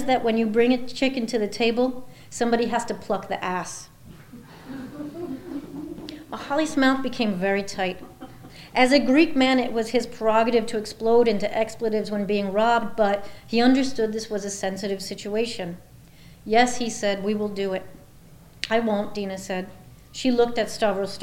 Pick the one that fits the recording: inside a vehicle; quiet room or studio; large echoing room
large echoing room